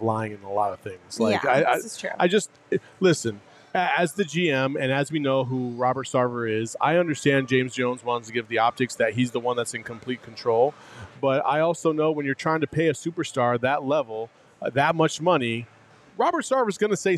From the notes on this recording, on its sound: live from Four Peaks